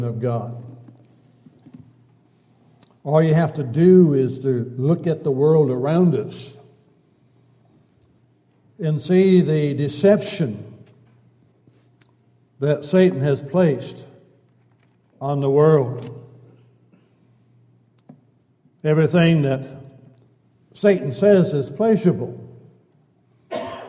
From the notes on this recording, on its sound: Downtown Church Of Christ Audio Sermon